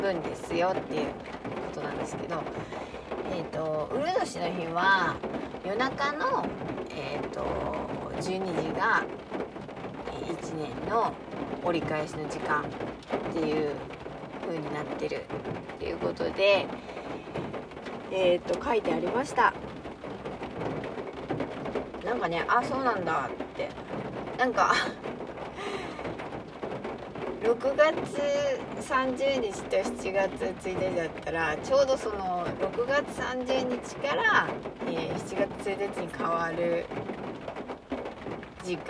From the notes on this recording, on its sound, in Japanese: 今日は朝から雨音が賑やかで車の中スタジオも楽器のようだなぁ